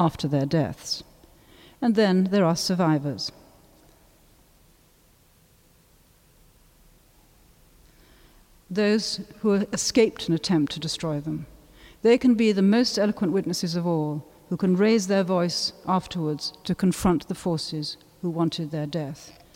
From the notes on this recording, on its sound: A talk given at the inaugural Wilding Festival at St George’s Bloomsbury, where Davison’s memorial service was held.